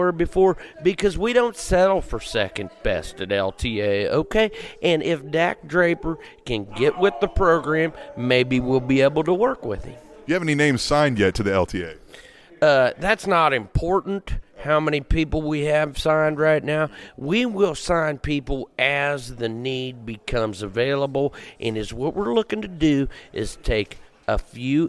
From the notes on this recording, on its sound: attended the 2nd NWL KC show and got some great audio